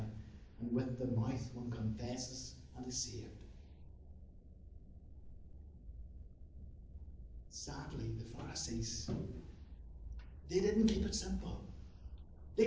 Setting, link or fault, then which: setting, large echoing room